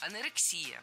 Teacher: И здесь все правильно. Ударение ставим на предпоследний слог, на «и».